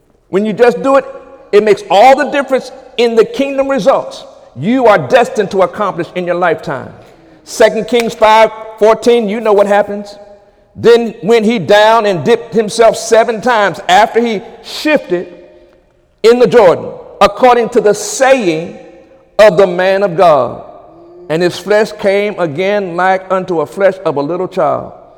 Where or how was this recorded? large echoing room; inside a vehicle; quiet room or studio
large echoing room